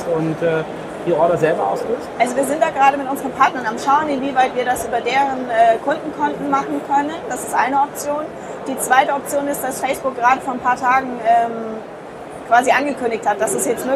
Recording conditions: background noise